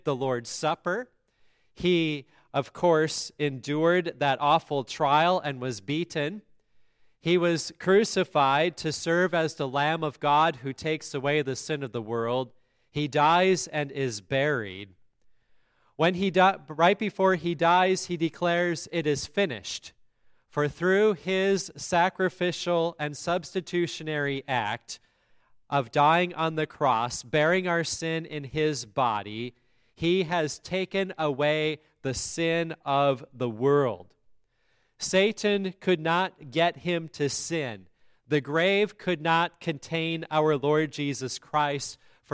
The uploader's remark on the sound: the Christmas Day service at Grace Lutheran Church, Lexington, MO